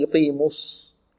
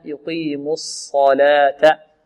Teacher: لا نضم الشفتين في الصاد في كلمة الصلاة · Shown in: second take